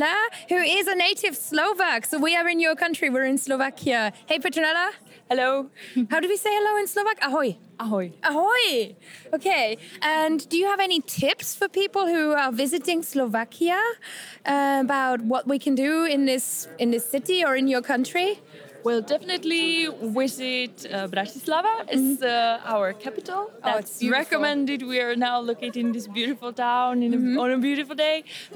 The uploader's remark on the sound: Live from the Polyglot Gathering 2017. The live clips are in, so you can experience the Polyglot Gathering in 2017 with the Creative Language Learning Podcast as we bring you interviews, impressions and fun from the conference floor.